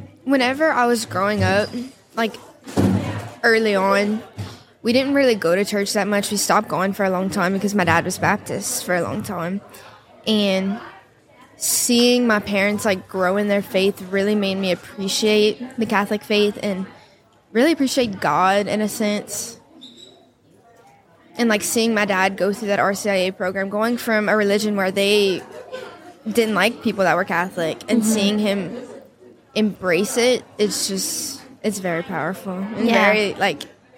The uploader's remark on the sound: Live from Steubenville South